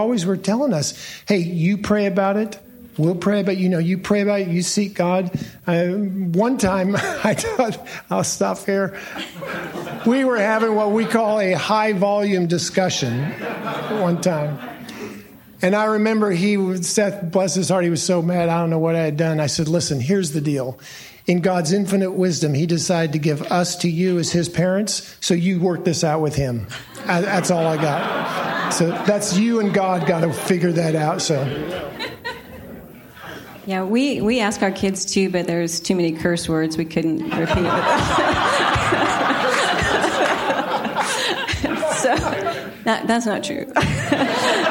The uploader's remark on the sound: A parenting seminar from the Confluence 2023 conference.